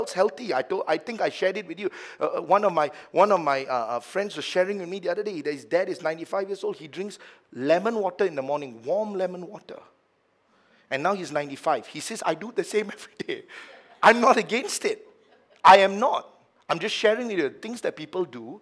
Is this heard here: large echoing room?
yes